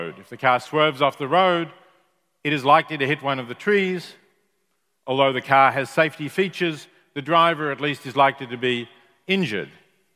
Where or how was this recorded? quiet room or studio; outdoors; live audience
live audience